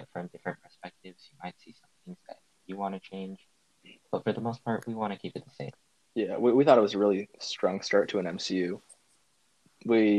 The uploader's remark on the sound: Slight technical difficulties hosting our largest ever episode.